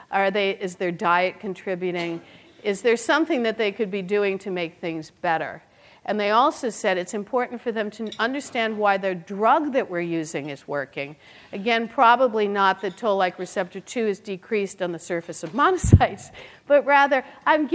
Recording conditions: live audience